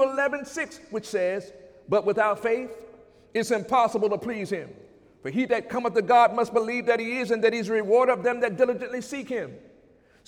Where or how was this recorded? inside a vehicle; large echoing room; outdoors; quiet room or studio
large echoing room